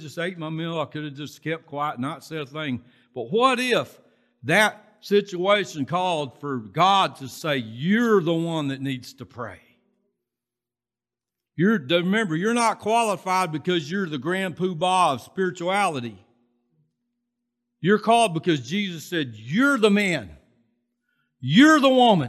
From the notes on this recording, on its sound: Recorded from South Gate Fellowship in Duncanville, TX on Sunday, November 14, 2021.